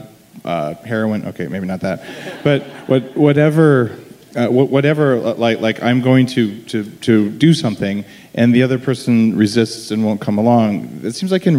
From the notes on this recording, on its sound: on stage for a special live Bulletproof podcast.